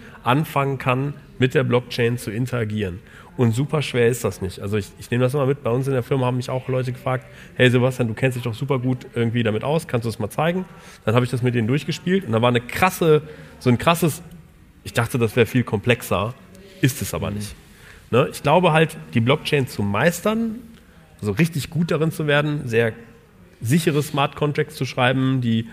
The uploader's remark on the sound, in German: Diesmal eine Live Show von dem Digitale Leute Summit in Köln